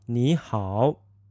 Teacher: Now, this is also where the third tone, third tone rule comes in. Since ni is third tone and hao is also third tone, we know that ni needs to become a second tone.